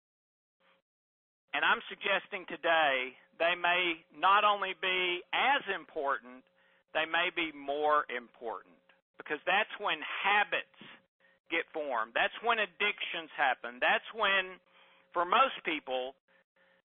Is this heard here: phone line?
yes